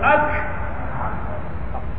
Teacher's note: Hamas, ada angin keluar